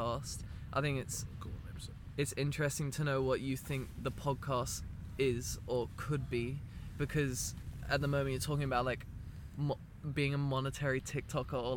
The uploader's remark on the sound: We recorded this podcast together in a 10 man tent whilst camping down the coast of Australia